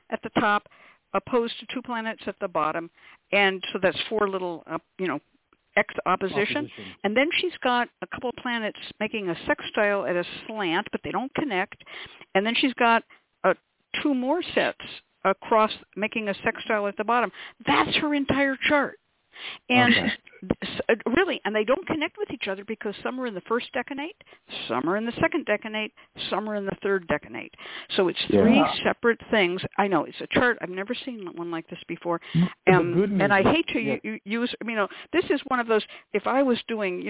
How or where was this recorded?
phone line